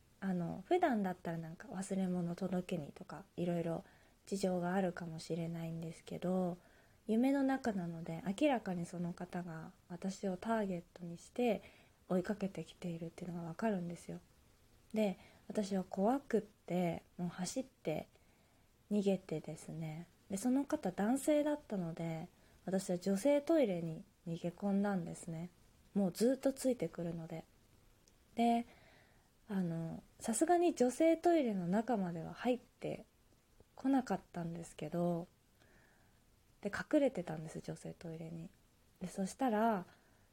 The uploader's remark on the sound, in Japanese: 自宅でスマホによる収録のため様々な騒音が収録されています、ご了承ください